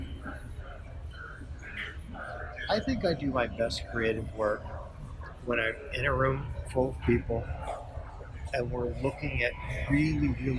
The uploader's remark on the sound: at the 2019 Cannes Lions International Festival of Creativity.